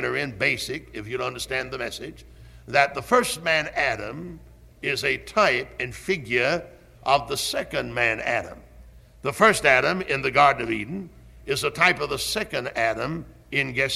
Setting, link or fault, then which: setting, large echoing room